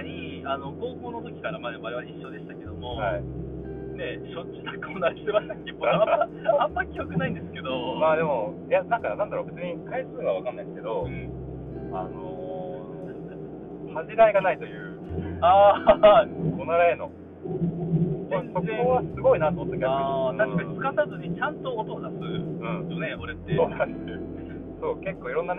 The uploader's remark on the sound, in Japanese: 熊本車中収録シリーズ最終回